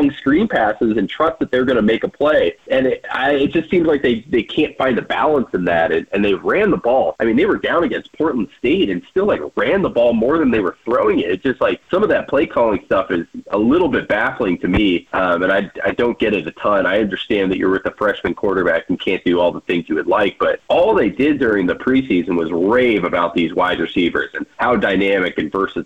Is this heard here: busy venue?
no